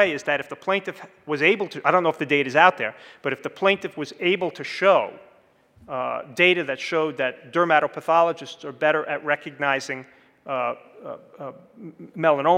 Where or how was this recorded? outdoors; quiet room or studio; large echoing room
large echoing room